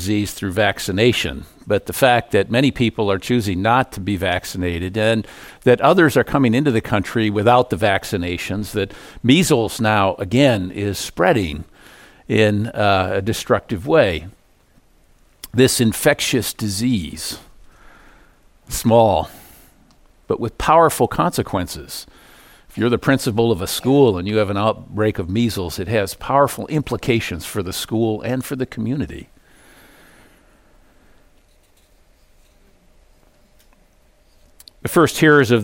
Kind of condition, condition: setting, large echoing room